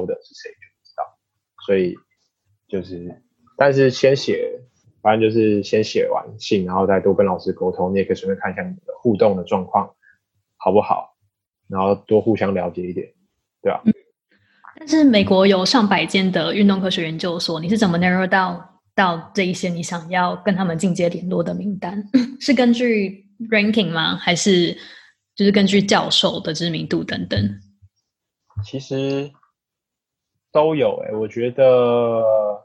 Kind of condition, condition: link, video call